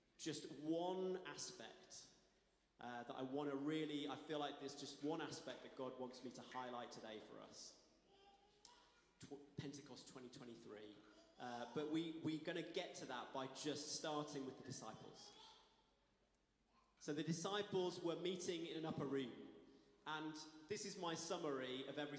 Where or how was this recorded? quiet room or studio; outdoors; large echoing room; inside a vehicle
large echoing room